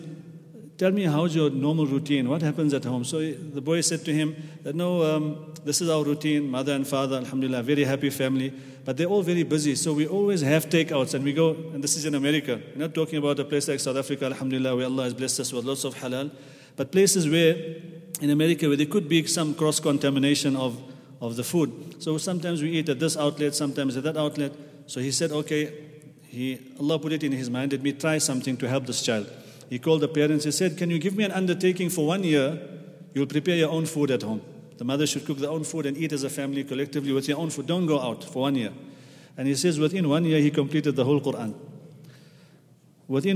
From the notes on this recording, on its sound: at the Houghton Masjid (West Street)